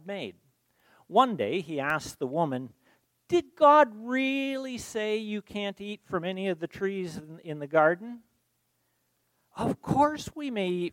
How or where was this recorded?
large echoing room